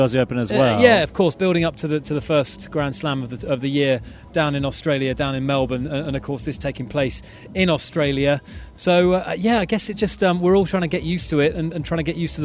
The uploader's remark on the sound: From the rooftop garden of Barasti